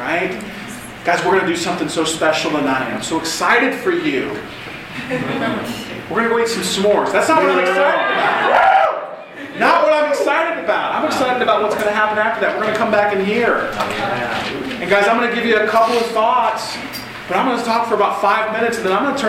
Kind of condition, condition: setting, live audience